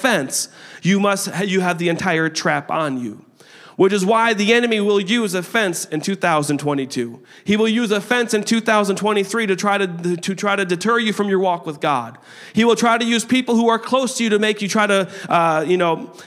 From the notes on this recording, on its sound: A service recording from Connect Point UPC.